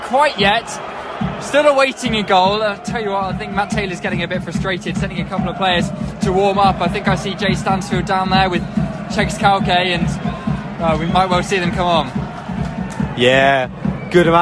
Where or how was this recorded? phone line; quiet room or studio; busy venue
busy venue